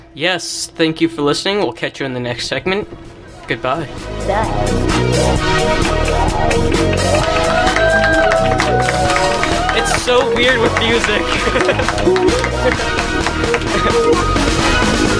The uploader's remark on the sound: Live from New Academy School in Scottsdale, Arizona.